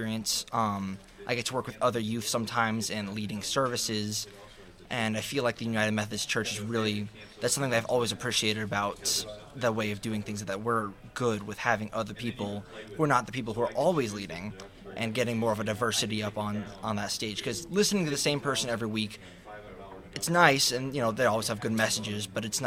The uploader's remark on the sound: Recorded live from the Indiana Annual Conference of the United Methodist Church. In Muncie Indiana.